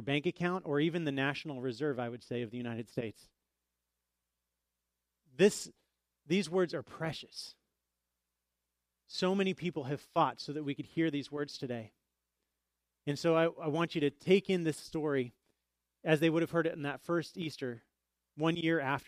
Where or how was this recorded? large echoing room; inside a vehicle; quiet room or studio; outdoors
large echoing room